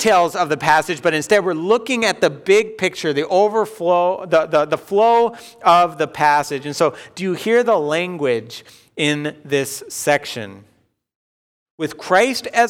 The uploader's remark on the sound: Delivered Sunday, October 4, 2020 at Woodridge Community Church (New Berlin, WI).